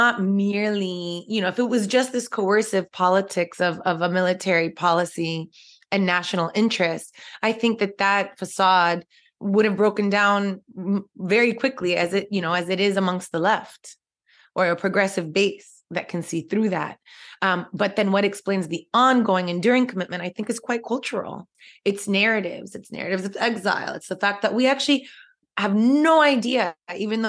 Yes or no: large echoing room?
no